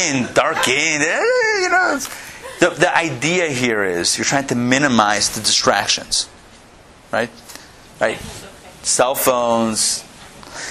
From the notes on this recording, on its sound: Recorded live at the Intown Jewish Academy